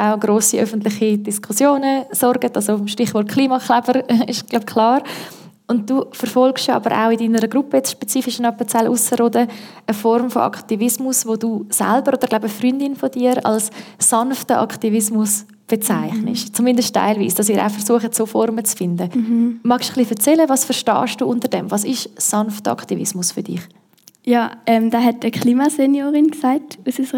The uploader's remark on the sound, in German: Gespräch im Rahmen der Ausstellung «Natur. Und wir?» Live-Aufnahme im Stapferhaus vom 12.